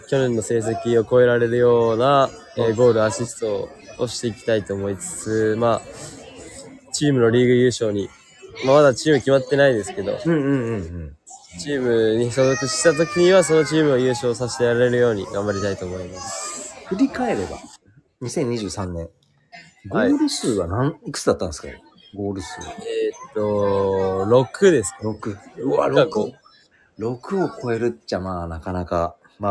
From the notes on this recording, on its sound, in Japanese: HAPPY NEW YEARは街の雑踏から。収録の雰囲気がどこか賑やかな新年の街並みっぽかったと背景の音ご途切れない方が良いため、編集なしで配信しています。